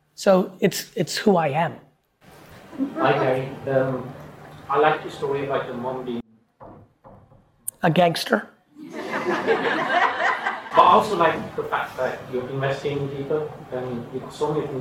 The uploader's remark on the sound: the Q&A portion of my Nat West keynote